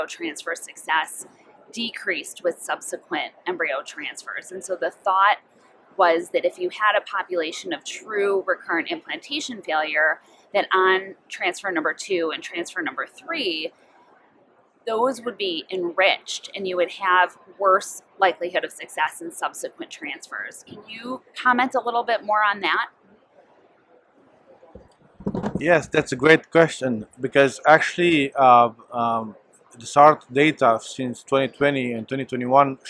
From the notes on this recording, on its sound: This Journal Club Global, recorded on June 27, 2023 at the ESHRE conference.